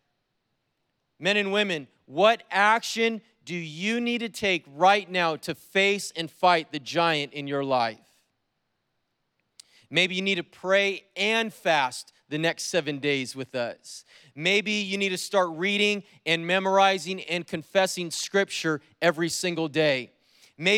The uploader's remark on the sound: preached on January 16th at the 11:30AM service